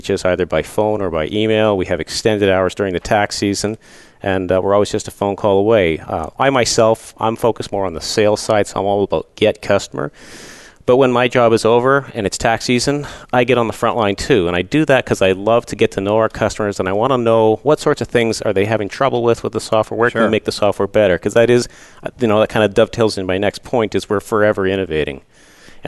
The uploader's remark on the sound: Live Broadcast at the The IPBC IGNITE Conference.